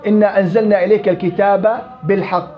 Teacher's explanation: سكن الباء الأولى ثم أضغمها في الثانية · Term: المثلان الكبير